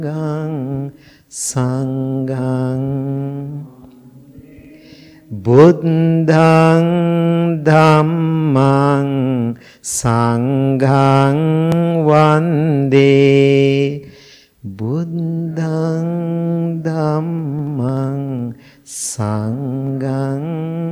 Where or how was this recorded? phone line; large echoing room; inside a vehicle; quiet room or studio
large echoing room